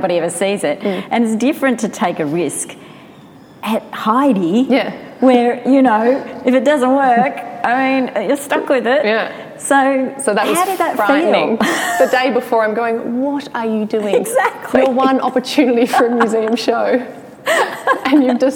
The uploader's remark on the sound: Recorded in front of a live audience at Newcastle Art Gallery.